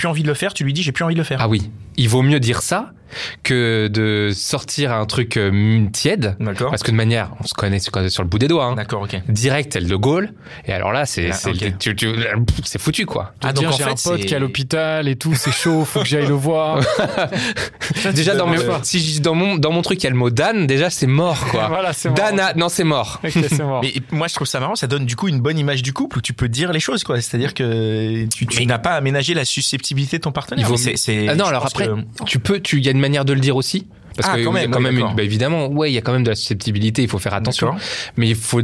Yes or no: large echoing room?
no